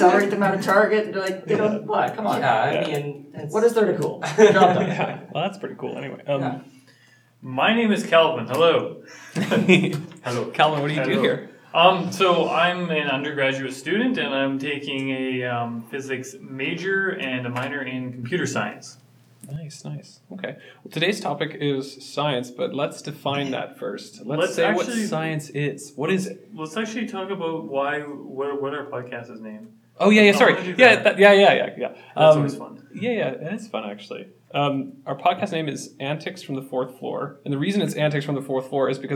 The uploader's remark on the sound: We apologize for the sound, the room we had was terrible.